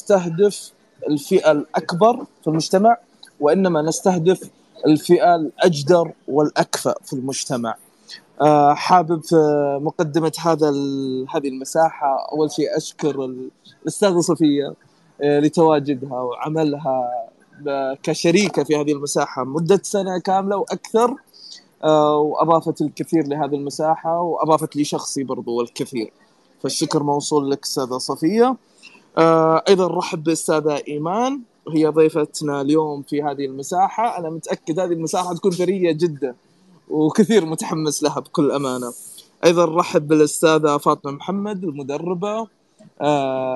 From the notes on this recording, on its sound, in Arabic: تسجيل لمساحة ابن رشد الأسبوعية على منصة تويتر